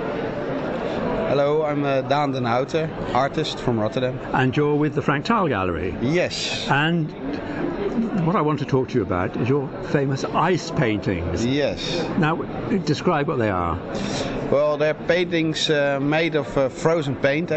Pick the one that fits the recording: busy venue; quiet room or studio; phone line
busy venue